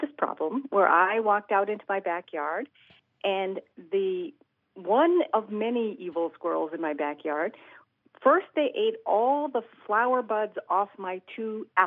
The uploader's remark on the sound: He takes your fabulous phone calls.